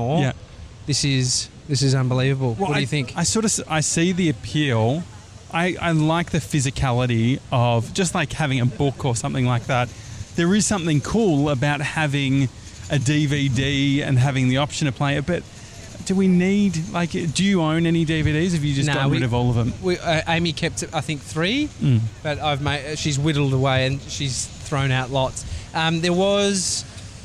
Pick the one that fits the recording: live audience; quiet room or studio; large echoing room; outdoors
outdoors